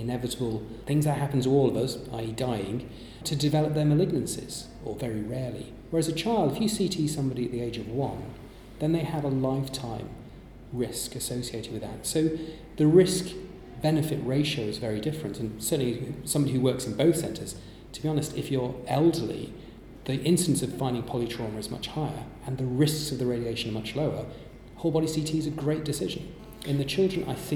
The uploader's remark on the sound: at the London Trauma Conference